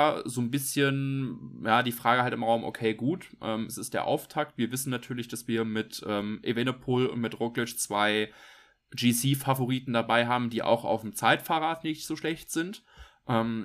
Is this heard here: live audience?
no